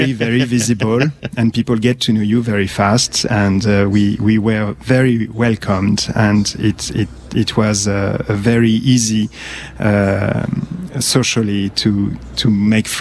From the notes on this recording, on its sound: Join us as we broadcast live from the Bomber Command Museum of Canada in Nanton, Alberta.